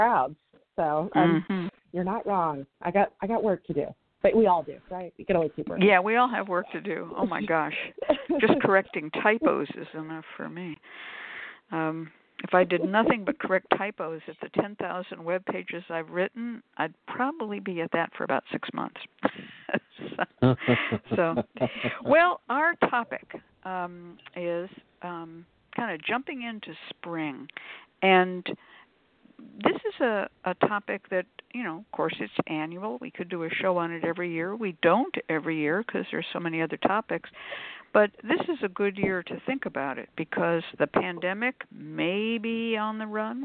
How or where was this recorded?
phone line